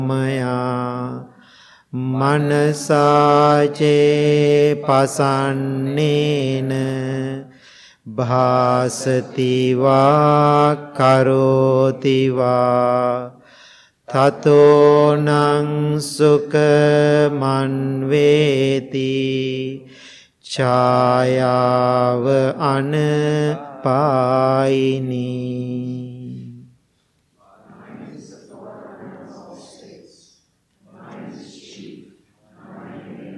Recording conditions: large echoing room